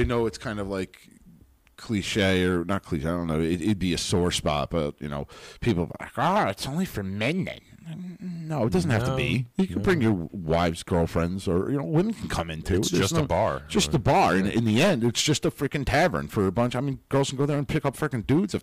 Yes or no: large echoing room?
no